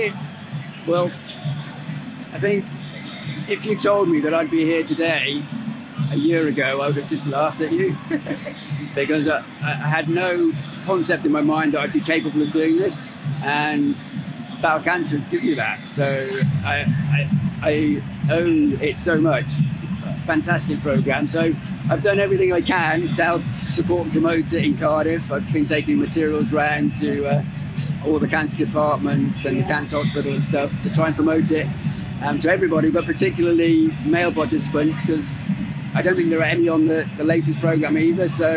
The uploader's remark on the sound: These were recorded live at the Battle Cancer fitness event in London so please excuse the less than perfect sound quality.